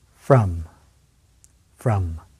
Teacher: From involves the neutral vowel sound, uh.